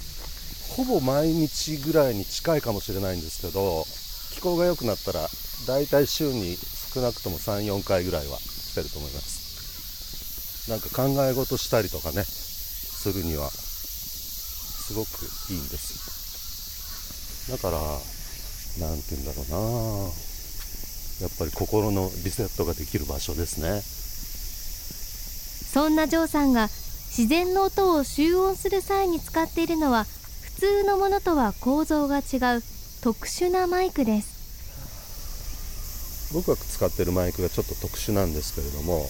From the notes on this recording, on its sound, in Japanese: バイノーラルマイクで録音した夏の明治神宮の森の音